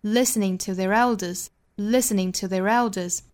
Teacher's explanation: to 和 their 两个词做虚词弱读，listening to their elders。还要注意一点，就是 listening 这个单词是有三个音节的，只有第一个音节重读，后面两个弱读，所以跟 to 和 their 是一样的弱。listening to their elders。所以中间我们发现是有四个音节都是做弱读的。哒哒哒哒哒哒